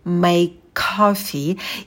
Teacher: в слове make подольше посидите на звуке м, потом дифтонг a, держим оскал, рот минимально открываем.